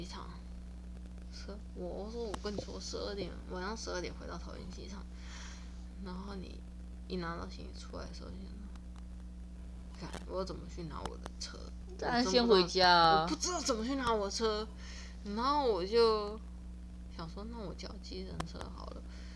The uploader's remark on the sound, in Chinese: 本集內容抱歉會有一些些小雜音